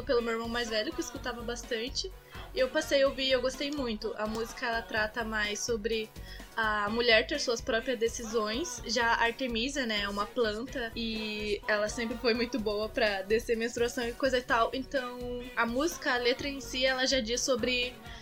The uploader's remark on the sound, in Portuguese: Ainda testando formatos de gravação e edição. Pedimos desculpas desde já pelo áudio zoado, foi meio complicado de gravar desta vez.